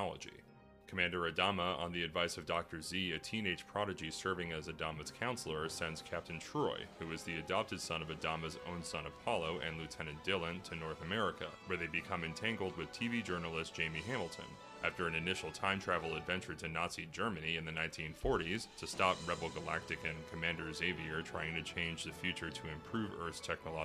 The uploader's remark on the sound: we met up before the Pizza Schmizza mic on NW 21st in Portland